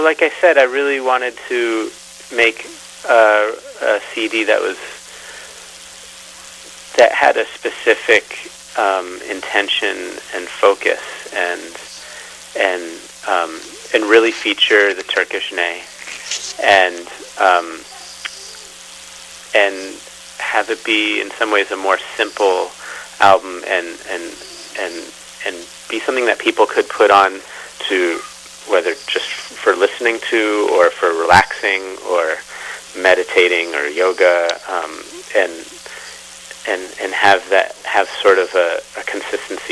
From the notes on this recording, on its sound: Conducted by telephone in May 2013.